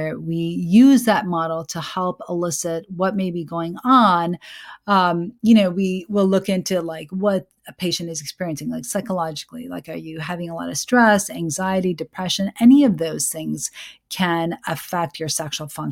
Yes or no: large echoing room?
no